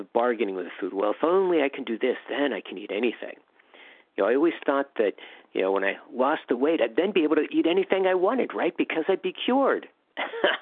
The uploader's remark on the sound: From the 100 Pounders Phone Meeting, 6/26/23.